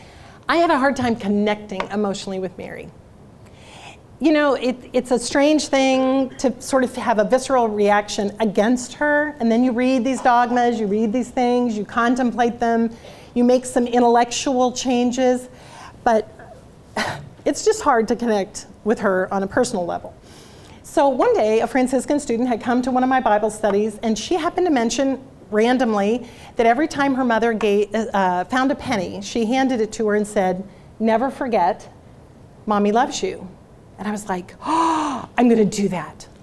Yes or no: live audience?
yes